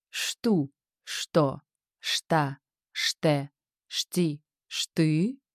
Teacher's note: Вопросительно с повышением на последнем слоге